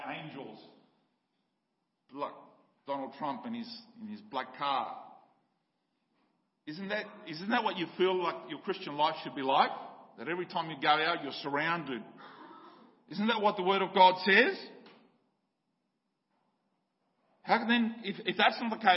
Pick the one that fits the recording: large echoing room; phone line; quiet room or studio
large echoing room